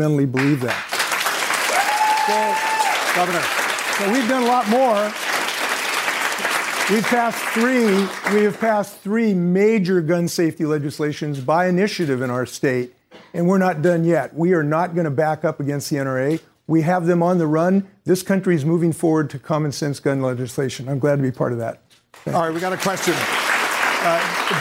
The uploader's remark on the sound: During a live town hall. In Washington, D.C.